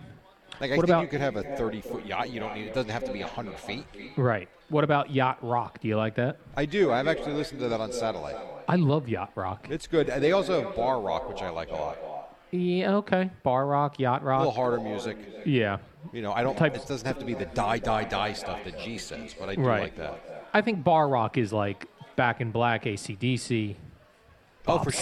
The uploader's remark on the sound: Live From the Boat Party